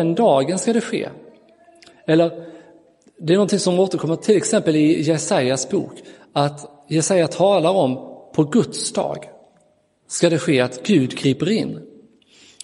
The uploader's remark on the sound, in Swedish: Inspelad i Roseniuskyrkan den 25 december 2022.